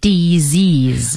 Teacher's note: 它的读音叫做 disease 啊，就是那个 s 发成 z 的音 · 就是那个 s 发成 z 的音和后面的元音连在一起了